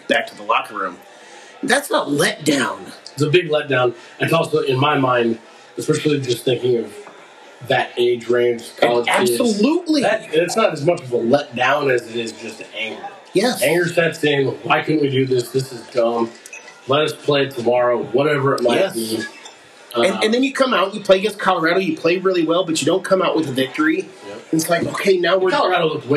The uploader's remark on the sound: You'll hear that in the recording quality on this first one, but it'll be better by next time.